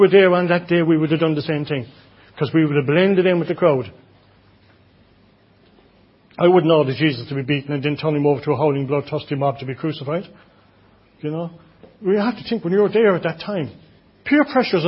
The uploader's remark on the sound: Audio recording of the Sunday morning Bible Teaching. Enniscorthy Christian Fellowship, Enniscorthy, County Wexford, Ireland.